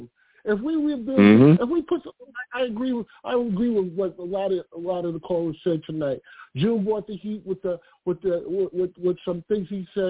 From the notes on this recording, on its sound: I take live callers!